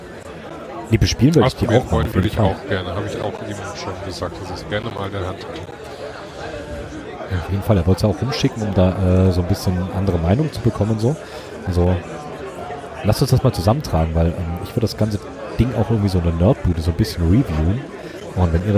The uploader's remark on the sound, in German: Late Night zu dreivirtel aus dem CCH in Hamburg live vom 37C3! Ist eure monatliche Live-Keyboard-Late-Night-Show.